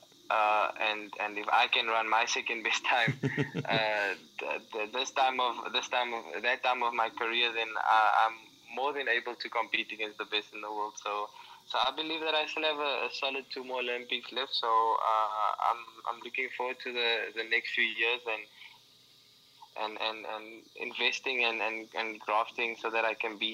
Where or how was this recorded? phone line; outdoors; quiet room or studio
phone line